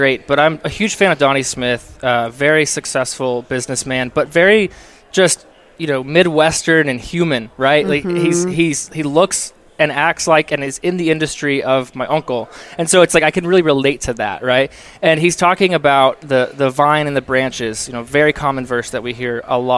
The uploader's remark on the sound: While at the Workmatters Conference in Rogers, Arkansas.